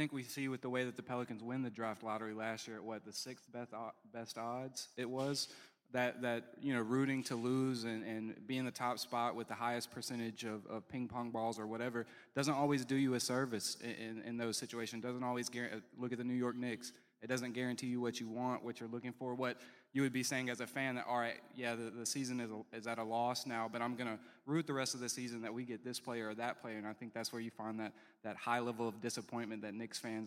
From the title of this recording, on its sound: Live at Tracey's!